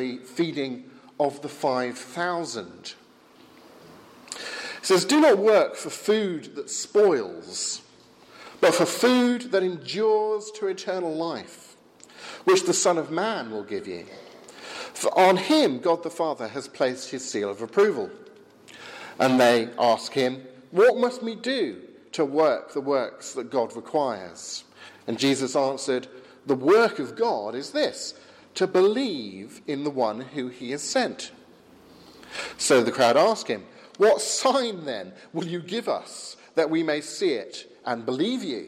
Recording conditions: large echoing room